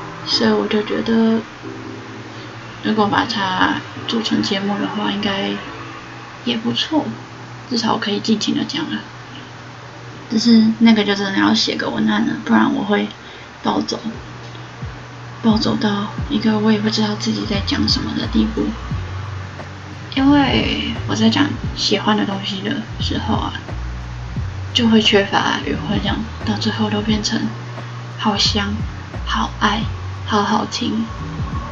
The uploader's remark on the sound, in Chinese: 換耳機了這個音質偏差